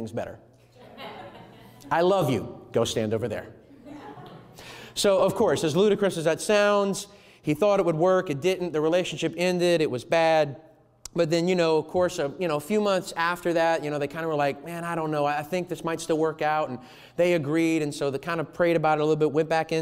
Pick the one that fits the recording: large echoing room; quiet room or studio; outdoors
large echoing room